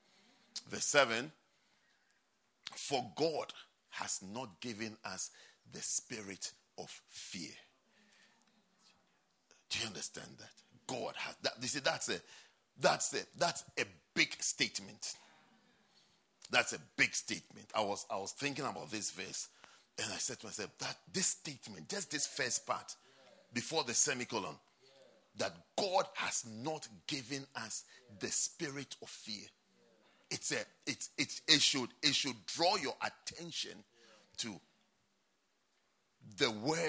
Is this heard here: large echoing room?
yes